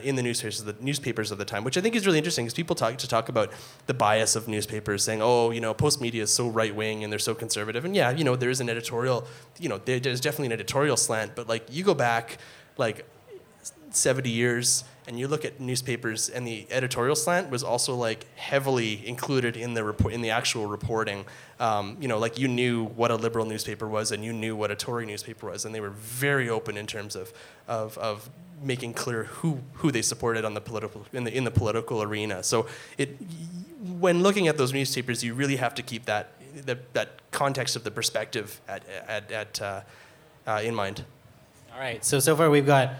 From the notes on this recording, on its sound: We brought out a panel of speakers to The Needle Vinyl Tavern in Edmonton. They answered audience questions.